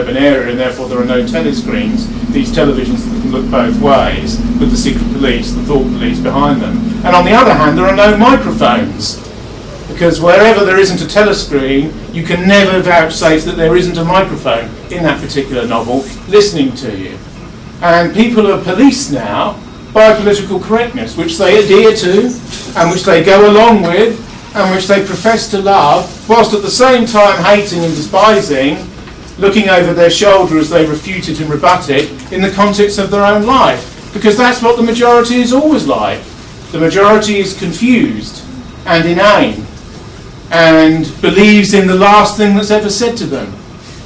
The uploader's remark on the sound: London Forum lecture in London on December 3, 2011